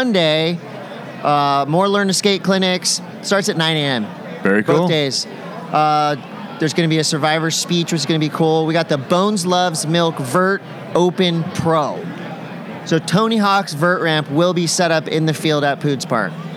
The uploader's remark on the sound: Do the pod live at Hansen Surfboards at a party. Lots of surprise guests, funny interactions with people who didn’t know what we were doing.